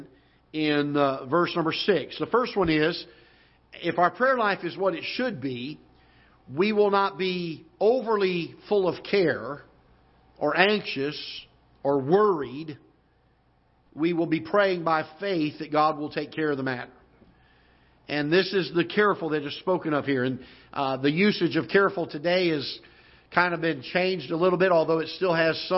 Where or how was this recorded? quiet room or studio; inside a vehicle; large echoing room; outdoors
large echoing room